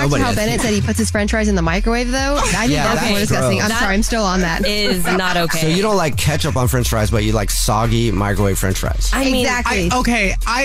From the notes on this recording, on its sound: Phone Prank.